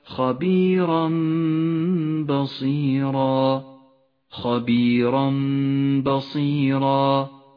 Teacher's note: التنوين وبعده حرف الباء يقلب التنوين إلى ميم، تغن الميم بمقدار 2 حركات · Term: الإقلاب